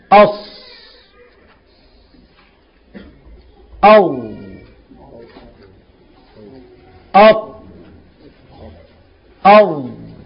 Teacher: اطباق اللسان على الحنك الأعلى عند النطق بحروفه. فينحصر الصوت بينهما · Term: الاطباق